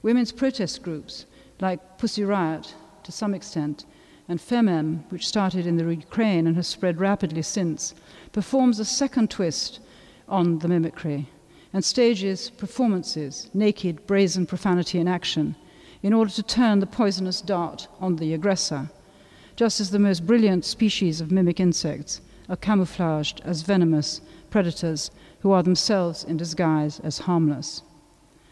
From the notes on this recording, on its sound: A talk given at the inaugural Wilding Festival at St George’s Bloomsbury, where Davison’s memorial service was held.